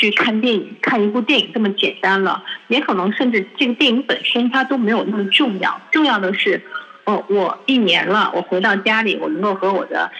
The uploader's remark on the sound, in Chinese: 中国国际广播电台电话访谈